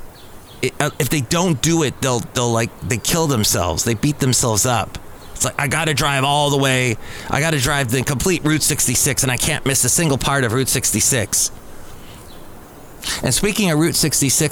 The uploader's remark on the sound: podcasts live from Cafe Anyway